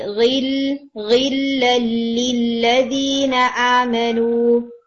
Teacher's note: اور پھر دوسرا یہ کہ یہ جو ورڈ ہے نا غل للذین، اس میں غین کے اندر ایئر نہیں آنی چاہیے